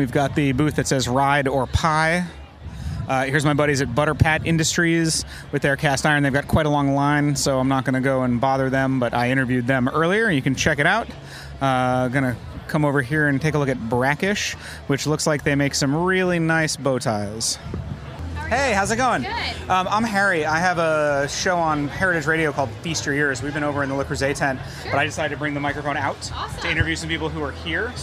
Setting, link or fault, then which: setting, busy venue